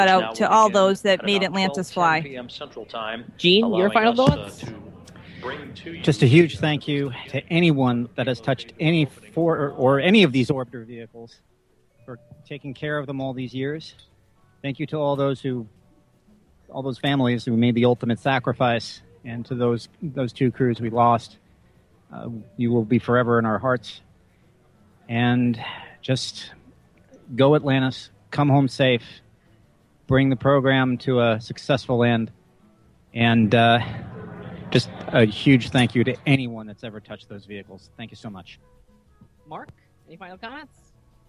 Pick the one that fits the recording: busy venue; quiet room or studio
busy venue